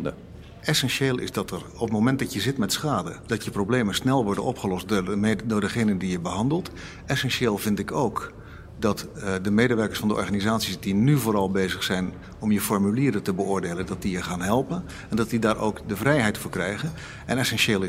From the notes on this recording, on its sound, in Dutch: In de voormalige strokartonfabriek De Toekomst in Scheemda is een speciale editie van podcast Naschokken van Dagblad van het Noorden op het driedaagse festival Grasnapolsky opgenomen. In een live-uitzending. Met publiek van het Grasnapolsky-festival.